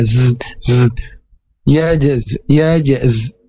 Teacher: huruf zai ini ujung lidah mendekati gusi atas dan sedikit ada desus